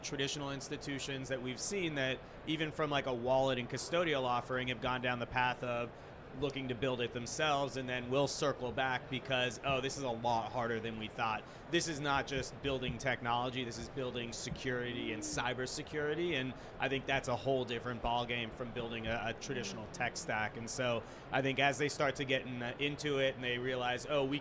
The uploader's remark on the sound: Recorded at Money20/20 USA in October of 2022.